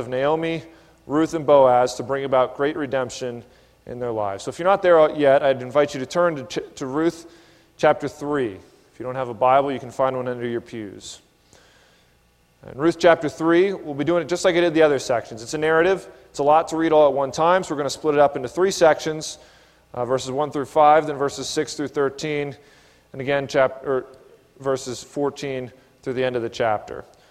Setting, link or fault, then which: setting, large echoing room